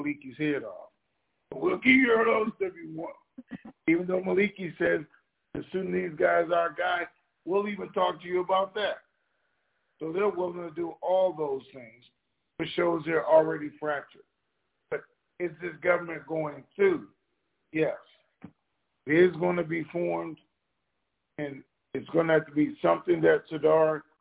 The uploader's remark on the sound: TNTSuperfantastic Conference Call.